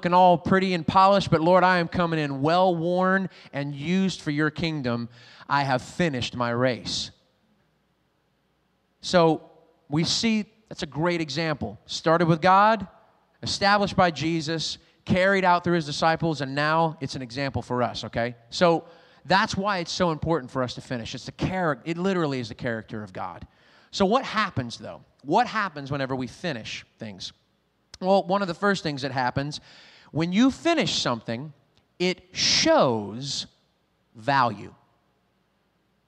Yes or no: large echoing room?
yes